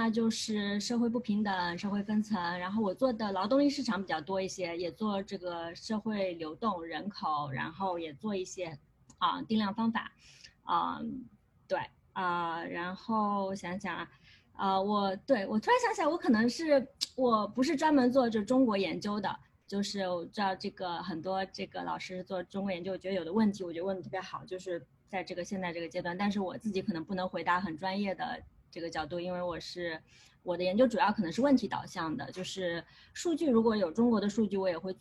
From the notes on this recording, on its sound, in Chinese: 这期给大家带来了今天夏天我们组织的一场在线活动的录音